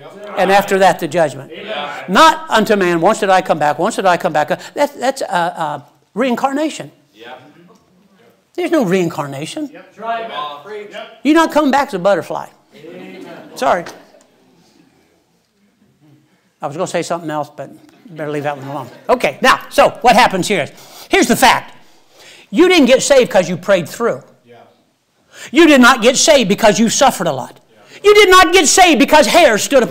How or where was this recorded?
large echoing room